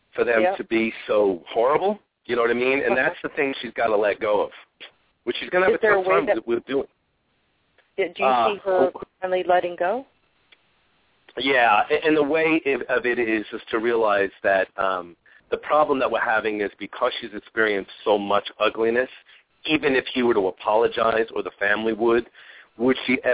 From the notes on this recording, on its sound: We will also open the phone lines today about halfway through the 45 minute show for a few mini (5 minute) readings.